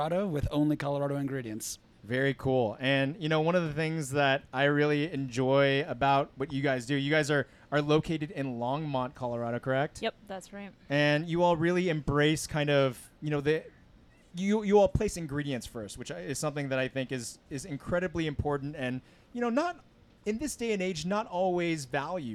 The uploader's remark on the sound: Last night, we recorded a very special PorchCast. During our Hard Brew Easy Drink event at Goed Zuur, a spontaneous, wild and sour-focused beer & cheese bar located in downtown Denver.